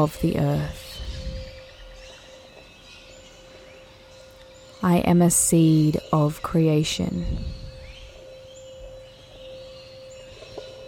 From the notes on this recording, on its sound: Affirmations For GROUNDING + Nature Sounds. I spent time recording the forest sounds in Northern NSW Australia (the birds are so vibrant and songful early in the morning) and I included them in this beautiful episode.